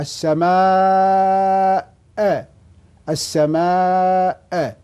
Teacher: لو ما جاءت الهمزة في هذه الكلمة ما كان مدينا، صارت الألف مد طبيعي يعني حركتين، لكن هنا جاءت الهمزة بعد الألف فنمد هذه الألف 4 حركات أقل شيء